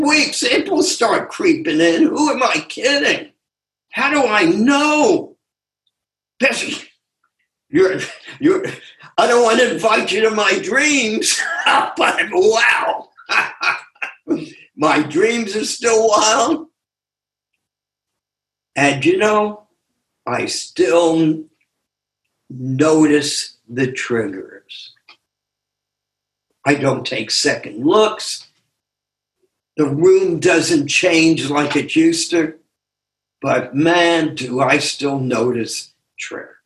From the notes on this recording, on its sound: Took us on a zoom journey.